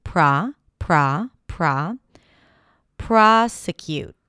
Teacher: The primary stress here is on the first syllable